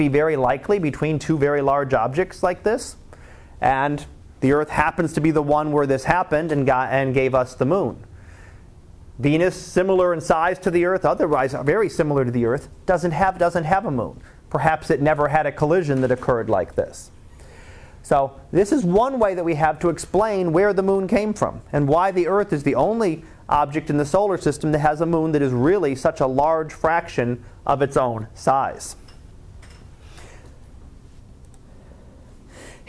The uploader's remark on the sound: Live Class Lecture